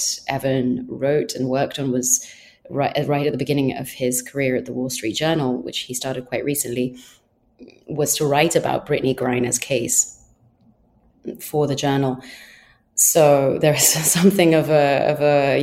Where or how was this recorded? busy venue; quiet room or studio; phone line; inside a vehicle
quiet room or studio